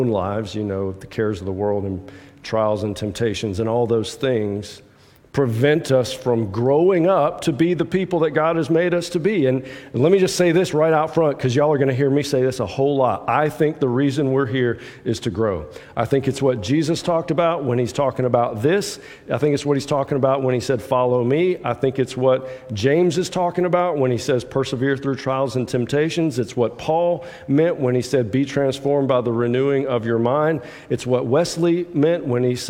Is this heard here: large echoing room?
yes